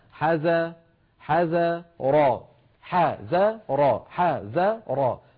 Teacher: العرب لا تفخم الزال، العرب لا تقول ذا بل يقولون ذا، حذا حذا را حذا را حذا را، فالتفخيم للراء وليس للزال